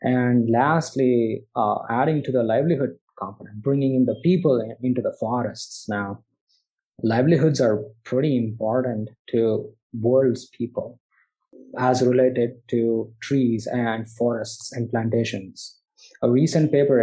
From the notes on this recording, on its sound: I’ve had a chance to virtually sit down with two of the interdisciplinary scientists.